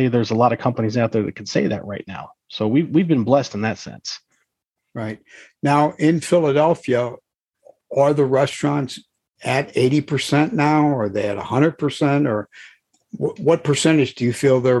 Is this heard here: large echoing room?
no